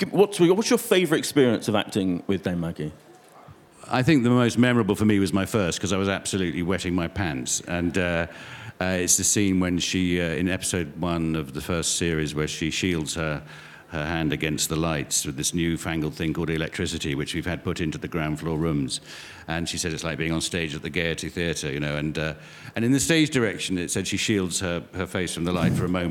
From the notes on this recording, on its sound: at the Apple Store, Covent Garden in London